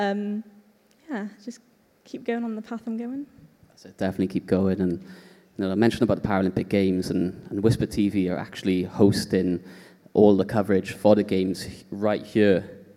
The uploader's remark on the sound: This episode was recorded as part of the Disability Sport Wales Disabled Young Leaders in Sport Inspiring Connections Event, that took place at the iconic Tramshed Cardiff.